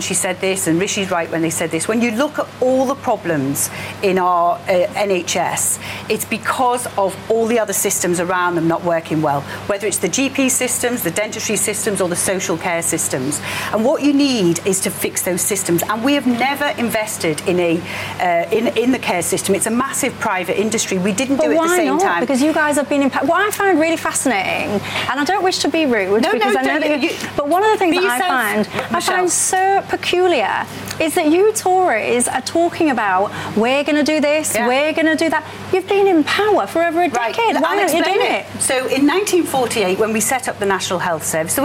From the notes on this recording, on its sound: all the reaction from the live audience